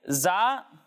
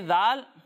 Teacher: زا میں سیٹی کی آواز آئے گی اور ذال میں سیٹی کی آواز نہیں آئے گی